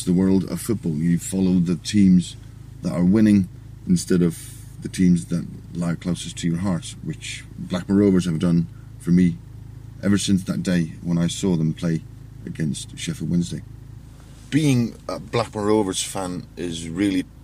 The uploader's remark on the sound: The pod squad records in the car on the way to Rotherham.